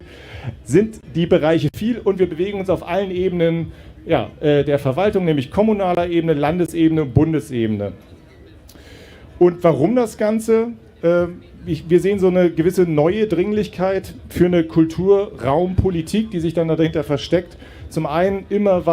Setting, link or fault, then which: setting, live audience